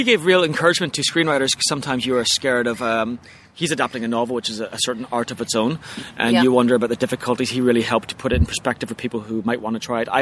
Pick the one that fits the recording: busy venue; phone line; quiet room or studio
busy venue